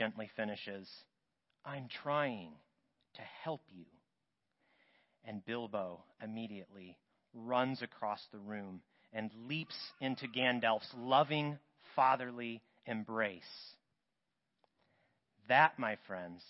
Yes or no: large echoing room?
yes